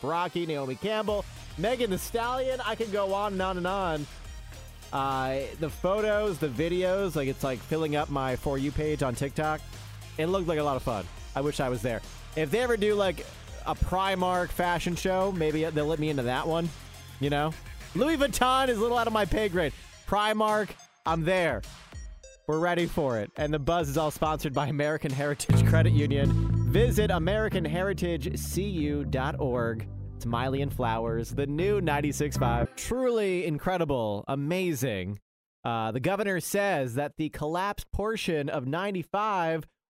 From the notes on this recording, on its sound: Listeners call in to share what they think is best